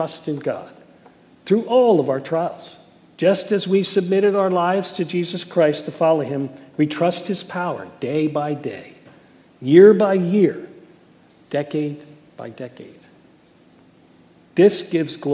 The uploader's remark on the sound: Message Preached at Valley Creek Church